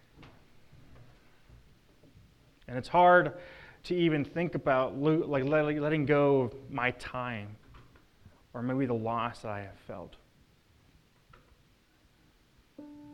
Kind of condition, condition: setting, large echoing room